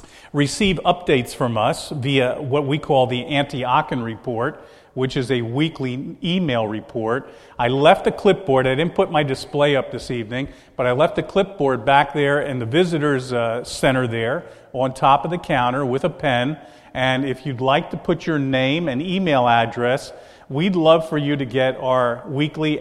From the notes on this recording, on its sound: This is a message recorded at the Lebanon Bible Fellowship Church, in Lebanon, PA, on 8/3/2014 during the evening service